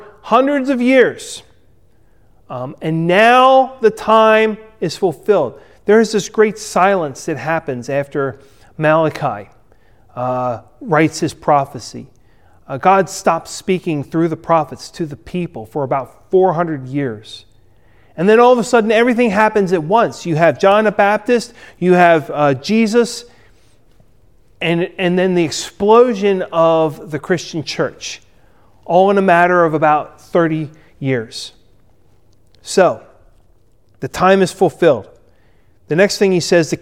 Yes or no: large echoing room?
yes